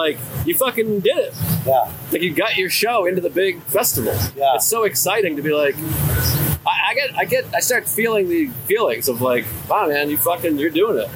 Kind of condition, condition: setting, busy venue